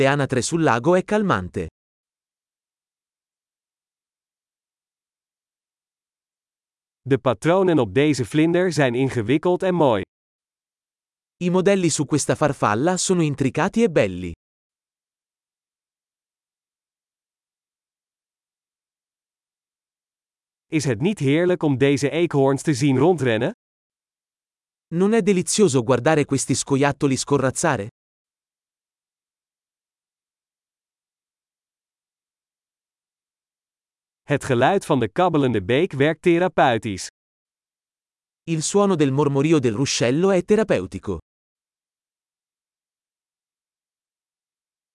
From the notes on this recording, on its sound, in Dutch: Een wandeling in het bos. Is het niet heerlijk om deze eekhoorns te zien rondrennen? Het geluid van de kabbelende beek werkt therapeutisch. Het panorama vanaf deze heuveltop is adembenemend.